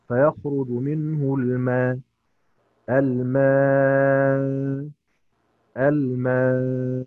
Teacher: عند الوقف عليها للإمام حمزة وللإمام هشام الإبدال مع ثلاثة المد، يقرؤون هكذا فيخرج منه الماء، الماء، الماء، دول ثلاثة أوجه.